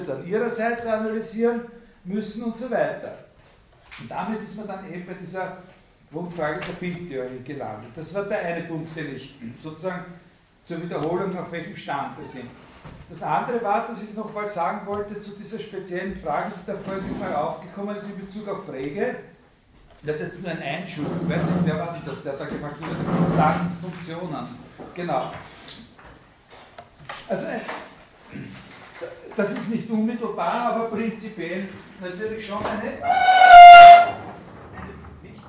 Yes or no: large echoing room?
yes